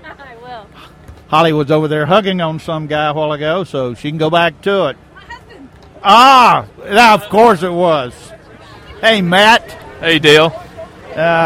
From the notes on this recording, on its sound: ON LOCATION. GearFest 2015.